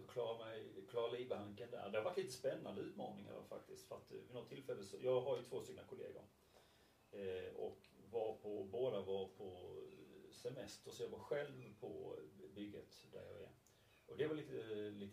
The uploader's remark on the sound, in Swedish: Lite dåligt ljud men en viktig podd så på med hörlurarna